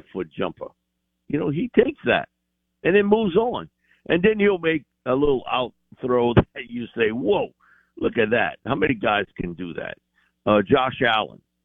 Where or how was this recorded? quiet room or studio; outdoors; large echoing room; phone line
phone line